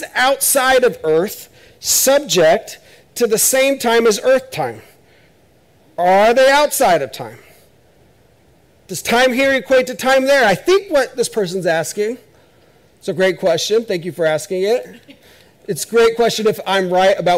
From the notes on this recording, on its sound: This is audio ripped from the Live Service video.